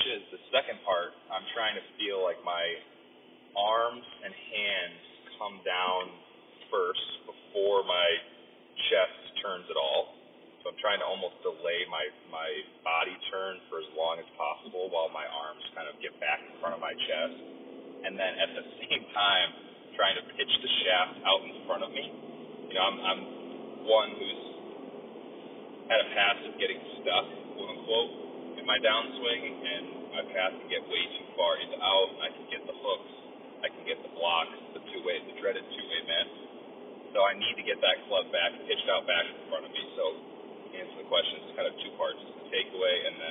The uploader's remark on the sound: Live from the car, to and from a round of golf in February at Spring Valley Country Club. The audio for this episode improves at the 8 minute mark.